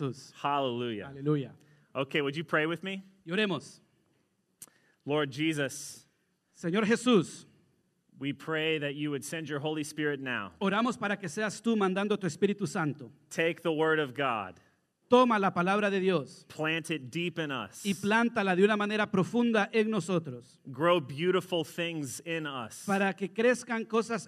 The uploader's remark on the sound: Sermon delivered Sunday, February 14, 2021 (Transfiguration Sunday), at a joint worship service of Christ Church Madison visiting at Lighthouse Church Madison.